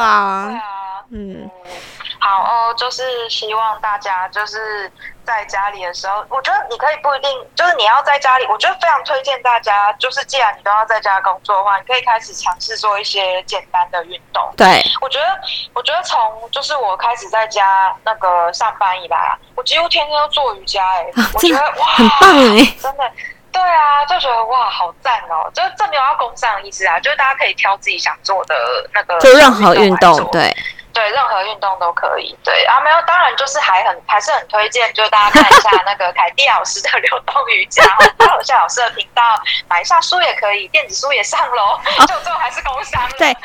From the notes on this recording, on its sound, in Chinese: 由於是call out，所以部分音質有點影響，敬請見諒！